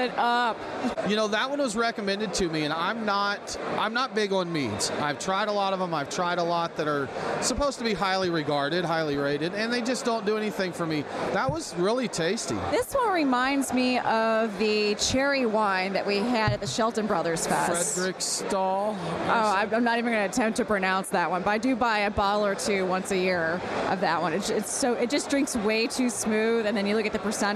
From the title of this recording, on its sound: Live from The Juice Strikes Back Beer Fest!